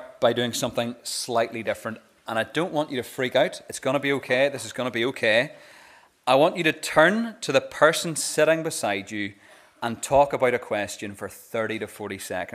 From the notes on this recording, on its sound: This is the recording of the Bible reading and talk from our Vibe service